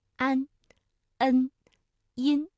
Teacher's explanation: 这个前鼻音呢，大家感觉到它的发音部位明显的靠前，那舌尖抵住上齿龈